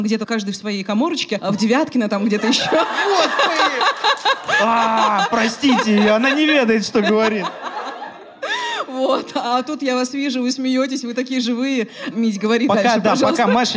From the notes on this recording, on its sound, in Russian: Открытая запись. Записали его прямо в сердце северной столицы. Спасибо за помощь в проведении открытой записи подкаст-студии «Две дорожки» и клубу «Ящик».